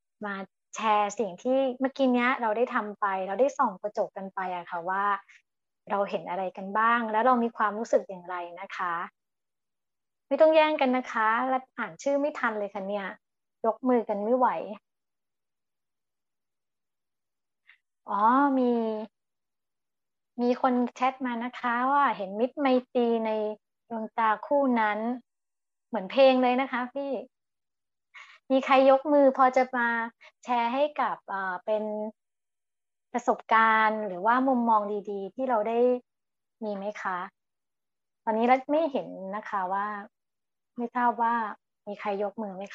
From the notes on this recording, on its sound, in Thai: คอร์สออนไลน์ (ผ่านโปรแกรม Zoom).